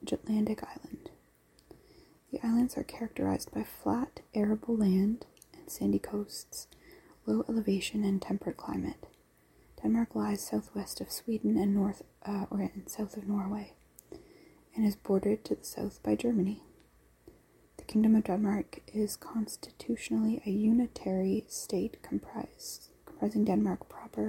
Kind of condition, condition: fault, sounds in the background